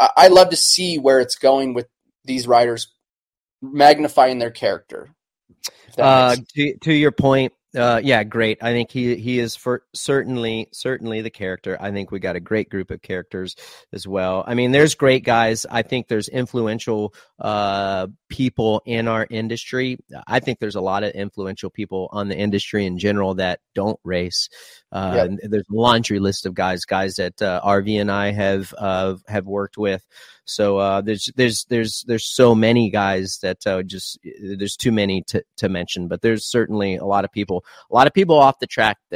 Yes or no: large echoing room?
no